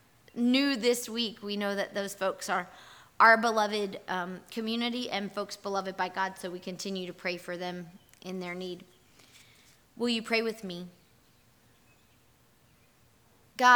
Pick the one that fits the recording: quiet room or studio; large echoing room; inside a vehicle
large echoing room